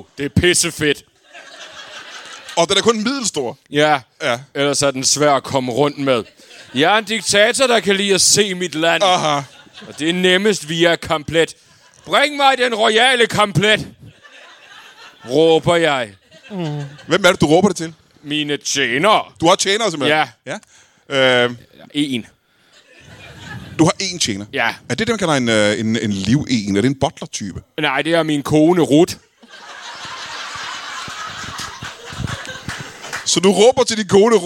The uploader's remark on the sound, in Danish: LIVE fra Ramsømagle Forsamlingshus. Optaget foran det gode Gadstrup publikum en aften i april.